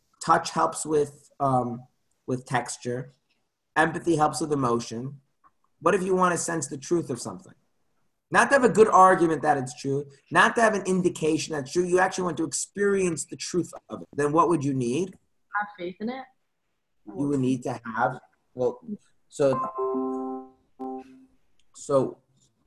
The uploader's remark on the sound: Zoom Class